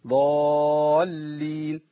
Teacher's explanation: اللام عندنا ما تتعلقش كتير كده لان اللام من حروف التوسط